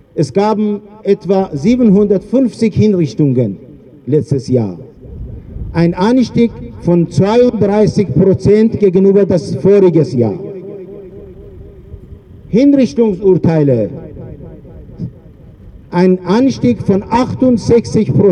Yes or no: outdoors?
yes